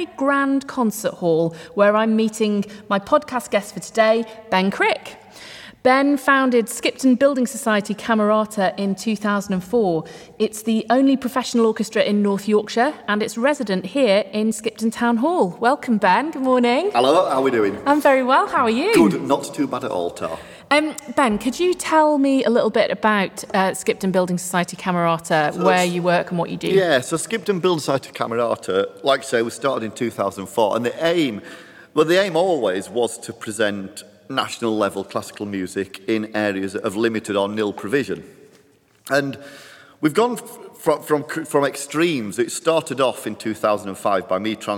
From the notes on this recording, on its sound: in the Concert Hall at Skipton Town Hall